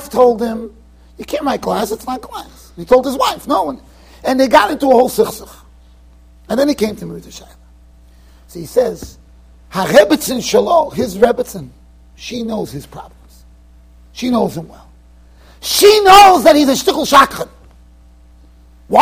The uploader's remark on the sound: Shiur recorded in Yeshivas Ohr Reuven, Monsey NY.